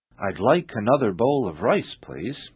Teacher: although there are six words in the sentence, all the words are linked together without pause · Term: sound linking